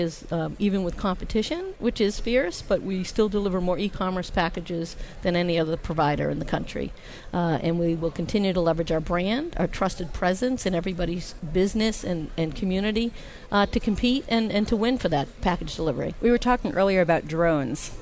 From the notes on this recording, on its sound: Live from the National Postal Forum in Baltimore, Maryland.